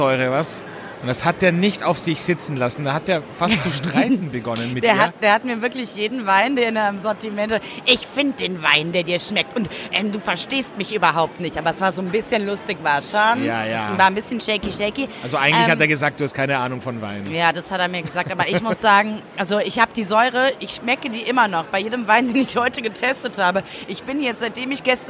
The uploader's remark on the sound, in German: nehmen das erste Mal Live von der größten internationalen Naturweinmesse in Berlin auf